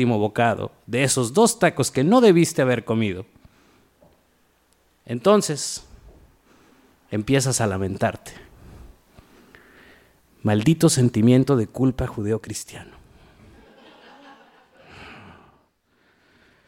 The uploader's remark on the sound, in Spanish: From the reactions of the audience to the storytellers as they moved through their narratives. Esta historia fue grabada en vivo en Huerto en Tijuana, Baja California el 27 de junio.